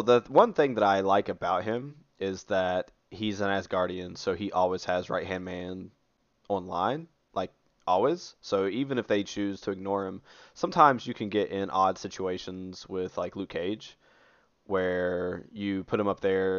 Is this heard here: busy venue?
no